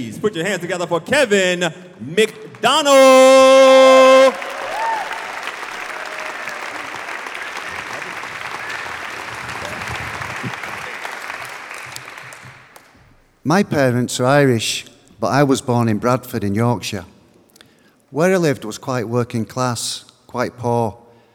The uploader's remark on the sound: live from the Union Chapel in London